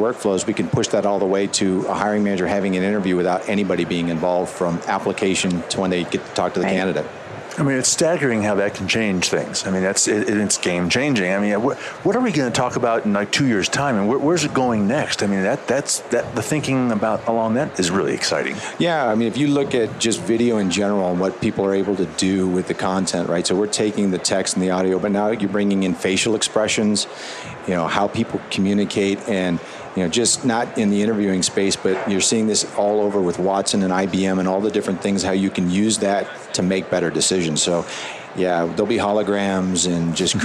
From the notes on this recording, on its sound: LIVE from Las Vegas, at #HRTechConf